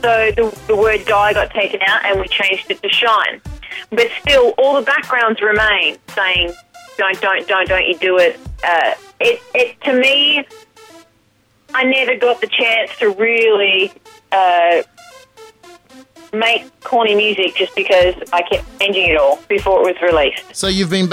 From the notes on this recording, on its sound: Live from London. This is the complete phone call.